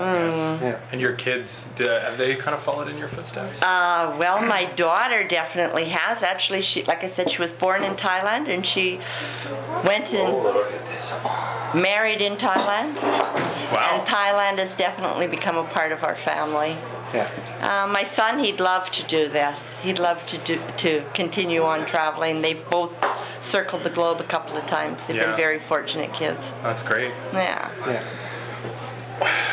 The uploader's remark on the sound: At the 50th Anniversary event at UBC. This podcast was recorded during CUSO-VSO's 50th Anniversary Kick-off celebrations in Vancouver, BC.